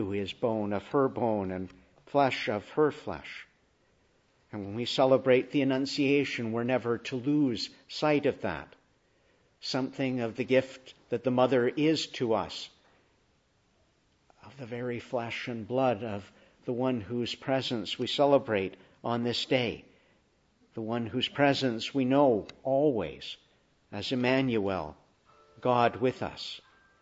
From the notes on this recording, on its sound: Preached in the Annunciation of the Blessed Virgin Mary, Ottawa, on our Feast of Title.